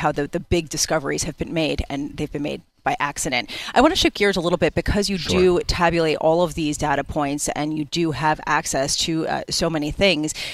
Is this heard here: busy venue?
yes